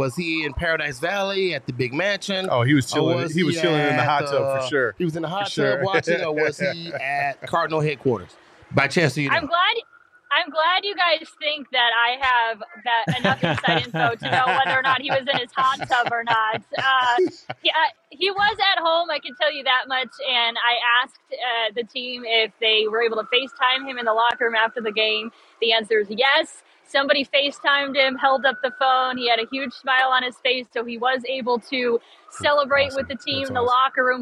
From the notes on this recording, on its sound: checks in live from FirstEnergy Field